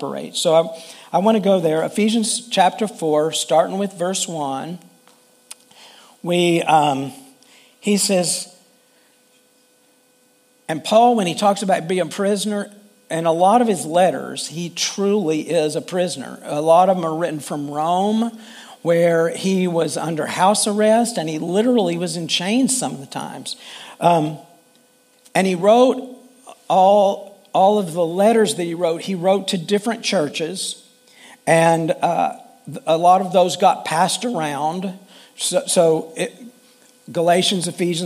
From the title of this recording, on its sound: Full Sunday Service